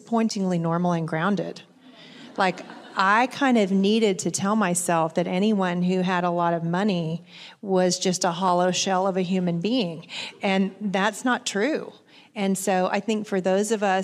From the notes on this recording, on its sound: It is actually a LIVE recording of a conversation. At The Gospel Coalition Women’s conference.